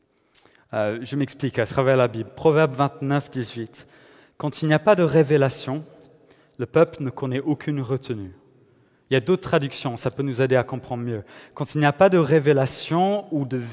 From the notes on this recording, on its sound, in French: Enregistré à l'église CVV, le 31/01/2021